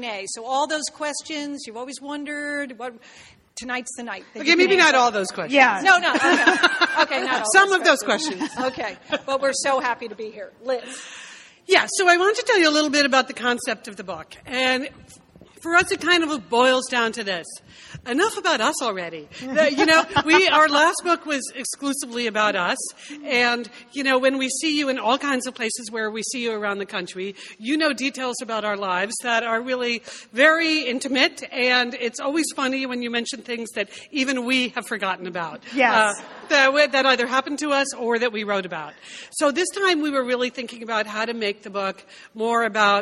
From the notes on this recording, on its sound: LIVE in Brooklyn NY. On this bonus LIVE show.